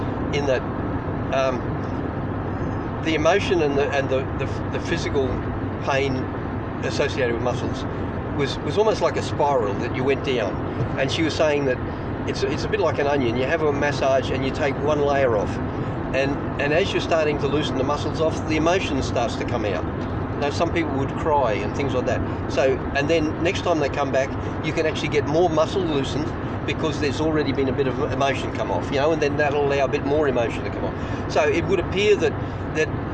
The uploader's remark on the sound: as they drive from Brisbane to Winton as part of the Dinoskeptic Roadtrip